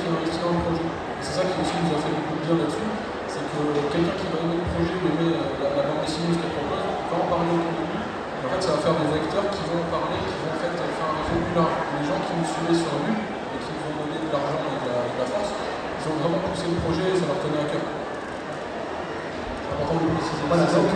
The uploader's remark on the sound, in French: Premier enregistrement effectué lors de l’édition 2019 du TGS. TGS 2019 : Conférence. Premier enregistrement effectué lors de l’édition 2019 du TGS , il s'agit de la conférence sur la création et l’édition d'une bande dessinée.